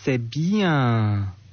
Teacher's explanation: C'est bien. Un accent mis sur bien, un étirement, bien et un suspens avant que ça arrive